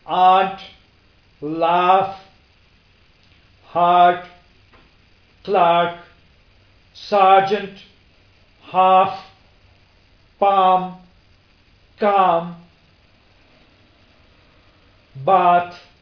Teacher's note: And obviously it is a long vowel, and it can be described as a back open unrounded vowel